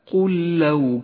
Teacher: والآن الإدغام المتماثل في قوله تعالى قل لو كان قل لو، تدغم اللامان مع بعضهما الساكنة والمتحركة فتصيران لاما واحدة مشددة